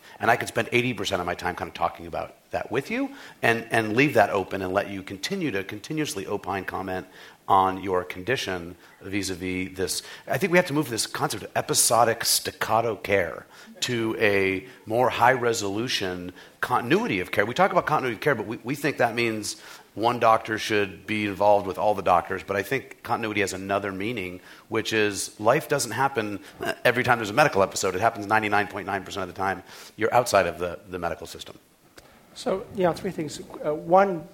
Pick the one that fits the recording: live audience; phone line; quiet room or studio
live audience